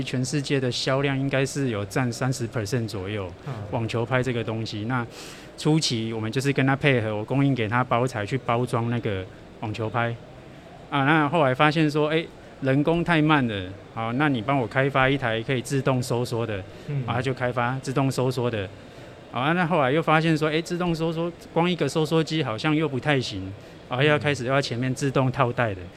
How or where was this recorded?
busy venue